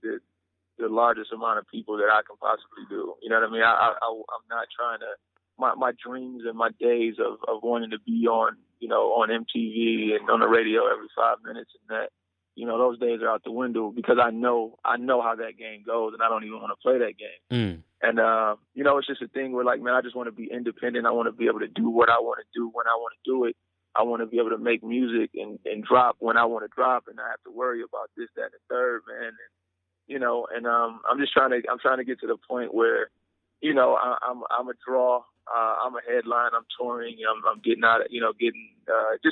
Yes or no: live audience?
no